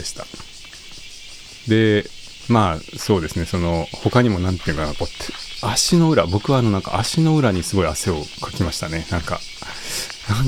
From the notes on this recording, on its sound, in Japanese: 公園や森の収録。015夜の公園はヤンキーよりもセミが怖い。